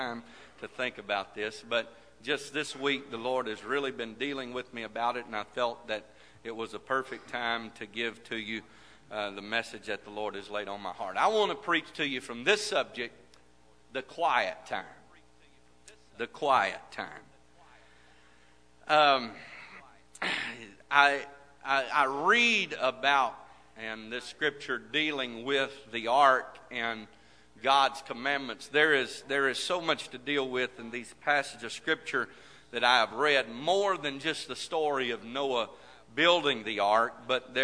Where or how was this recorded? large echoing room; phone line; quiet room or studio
large echoing room